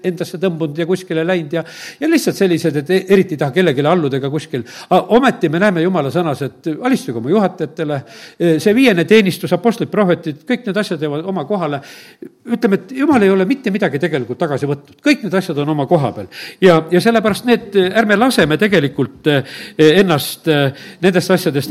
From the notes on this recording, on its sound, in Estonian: Audio salvestus koosolekult